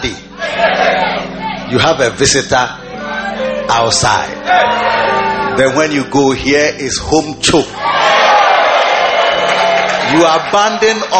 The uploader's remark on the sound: Preached at the Lighthouse Chapel International, The Qedesh.